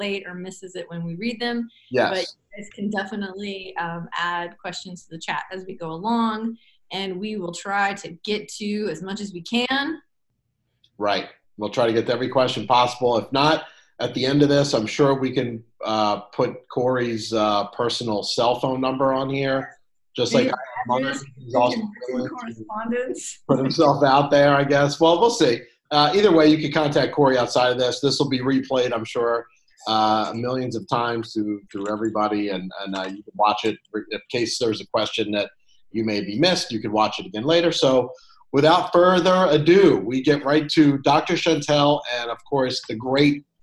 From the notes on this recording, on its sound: To speak with the Clips4Sale community via the live webinar from April 22, 2019 at 4:00pm EST.